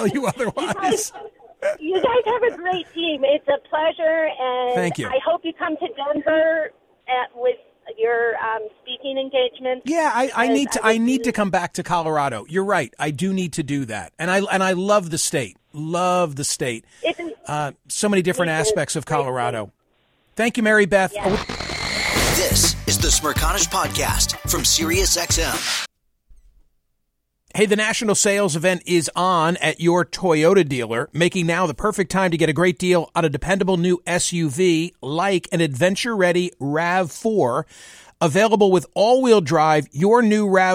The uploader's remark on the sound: Open The Phone Lines, They Said. He let the callers take control, with no commentary, no topics, no rules - just Open Line Friday.